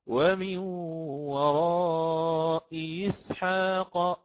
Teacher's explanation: حقق الأولى وسهل الثانية · Term: التسهيل